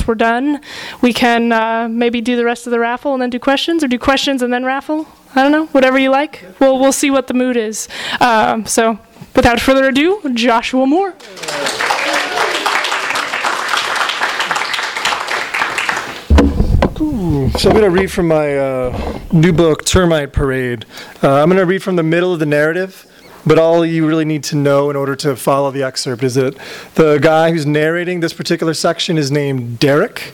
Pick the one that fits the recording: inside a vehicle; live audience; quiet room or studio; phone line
live audience